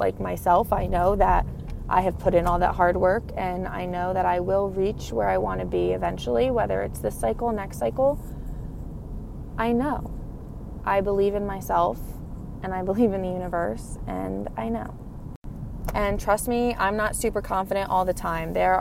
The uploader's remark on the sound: I recorded in the car while on my way home from work (sorry for the weird audio)